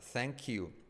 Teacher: TH semiclave como Z española.